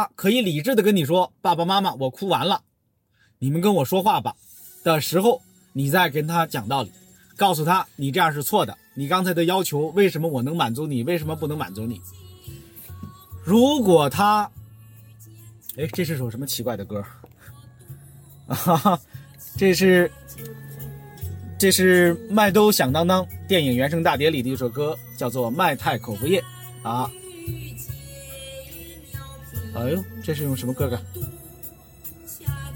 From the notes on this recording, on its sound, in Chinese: 本期「红灯区」节目还是在车内、在满是红灯的拥堵道路上录制。一刀未剪，一句没落。